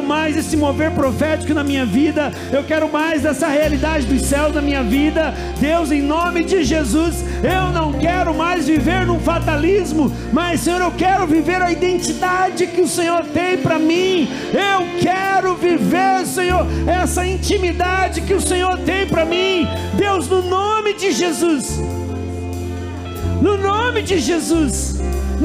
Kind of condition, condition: setting, large echoing room